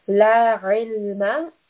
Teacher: ayn is from the middle of the throat